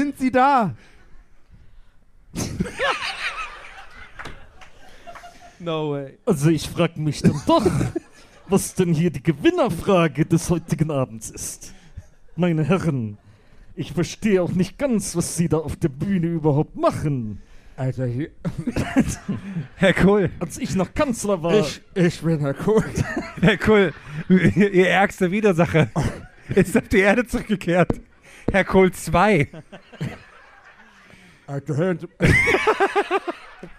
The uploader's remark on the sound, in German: Wir haben uns in Leipzig eine Bühne mitten ins Auge eines Orkans stellen lassen. Gästeliste Geisterbahn live in Leipzig auf der Moritzbastei.